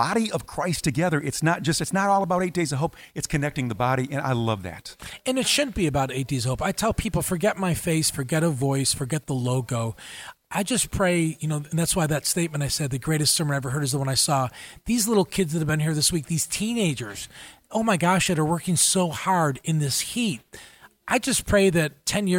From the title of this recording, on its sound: Live Interview During #EDOHXIX